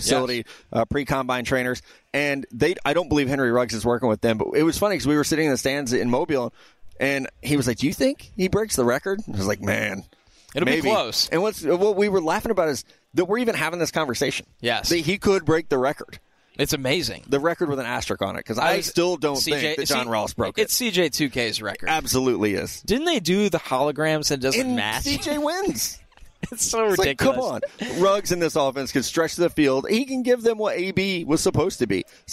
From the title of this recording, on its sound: Live from Radio Row